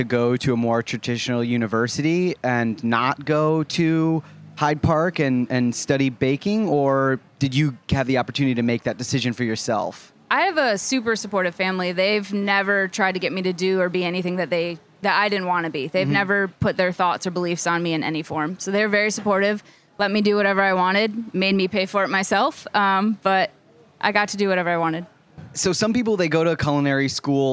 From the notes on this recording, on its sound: live interviews at the Culinary Village at Charleston Wine + Food